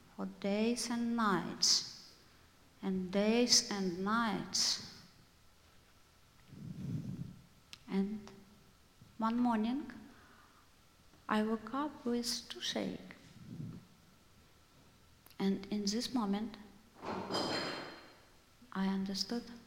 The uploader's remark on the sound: IMMIGRANT AND REFUGEE SHOW. Live at The Old Church Concert Hall in Portland, OR Portland Story Theater.